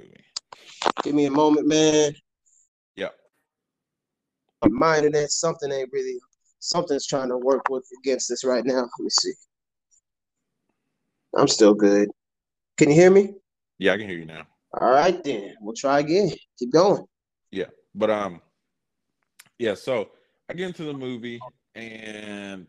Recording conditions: drop-outs